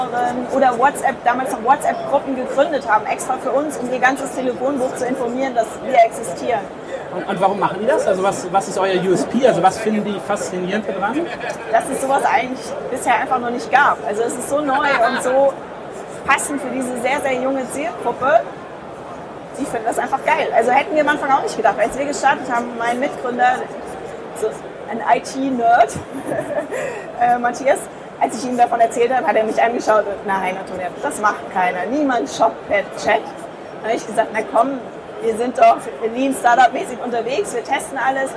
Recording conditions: background noise